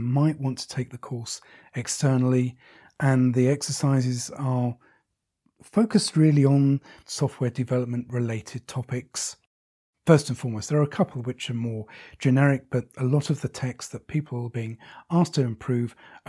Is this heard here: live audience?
no